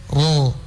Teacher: Dan cuma itu penekanannya, artinya mengertinya kita disuruh untuk menebalkan kalau dia berharokah fathah, maka kalau ditebalkan kita naikkan pangkal lidah. Kalau kita sebutkan sambil menaikkan pangkal lidah, maka kita tidak akan mendengarkan ra, tapi ro.